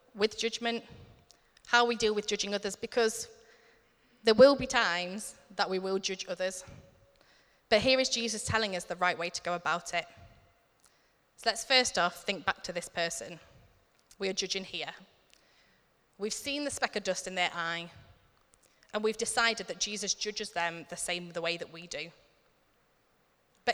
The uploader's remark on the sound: Recorded at Middlesbrough Community Church.